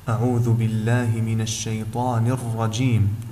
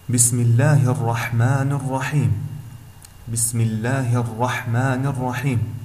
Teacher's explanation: مخرج حرف الراء من طرف اللسان مع اللثة